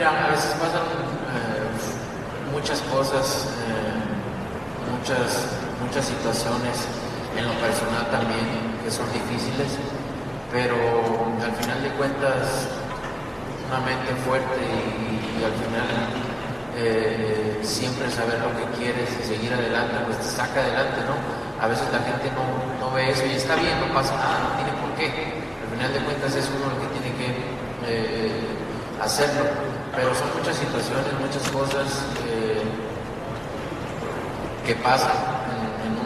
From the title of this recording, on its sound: Post Fight Press Conference